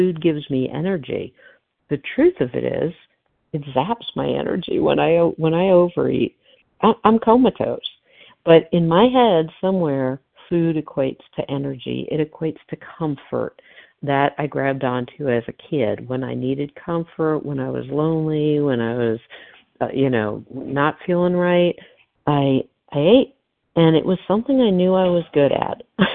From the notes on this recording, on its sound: 100 Pounders Phone Meeting